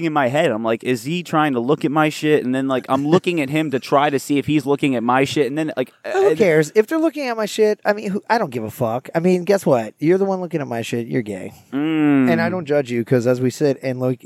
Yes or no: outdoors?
yes